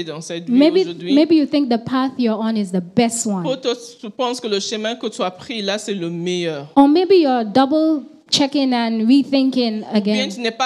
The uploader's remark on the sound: Preached during Joyful Hour Sunday Service